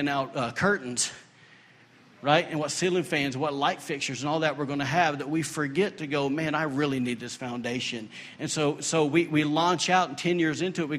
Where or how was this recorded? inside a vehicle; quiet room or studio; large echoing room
large echoing room